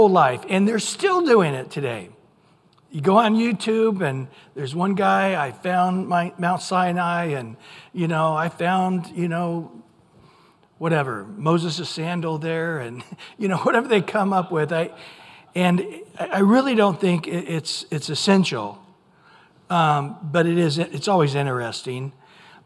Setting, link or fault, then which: setting, large echoing room